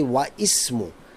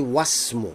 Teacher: So if it comes after a letter or after a word, we don't pronounce the hamza. · Shown in: second take · Term: hamzatul wasl